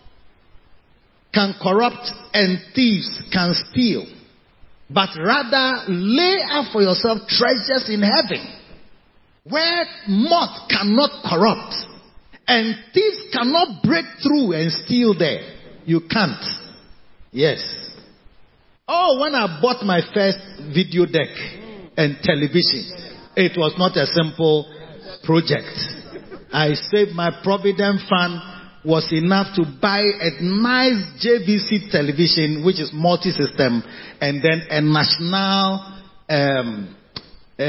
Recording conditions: large echoing room